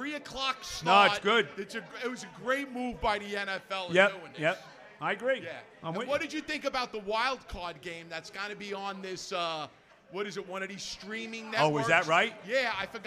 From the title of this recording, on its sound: Live from Hackensack Brewing